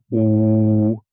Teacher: Und das ist bei allen Vokalen so, die kann man wirklich direkt an diesen charakteristischen Formanten unterscheiden. Zum Beispiel beim U liegen die ersten beiden Formanten recht nah beieinander, also die ersten beiden Obertöne. Bei mir sind das vermutlich etwa 300 und 800 Hertz, die dann dieses U erzeugen.